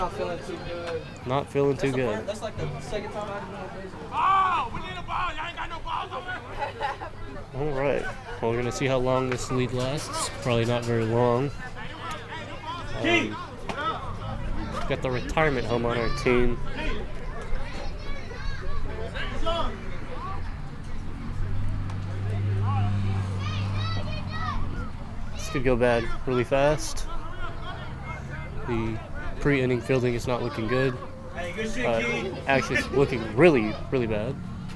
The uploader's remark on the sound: live from the dugout during the softball game